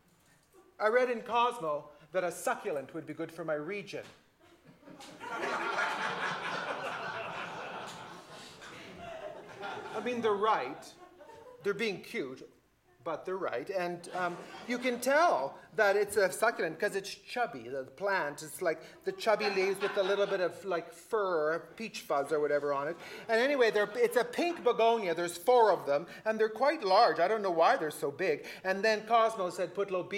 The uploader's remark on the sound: Recorded live Sept 19, 2015